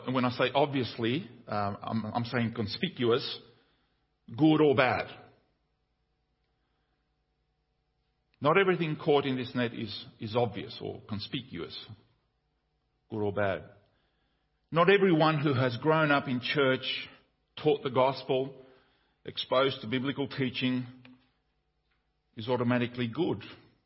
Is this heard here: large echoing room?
yes